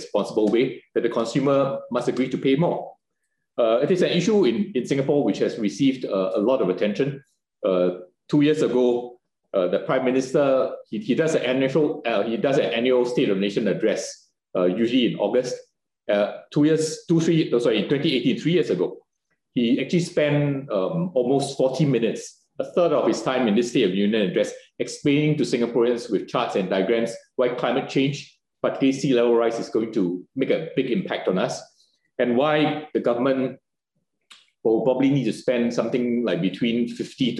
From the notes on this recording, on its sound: This public talk – jointly organised by Doha Forum and Middle East Institute, NUS – was conducted online via Zoom.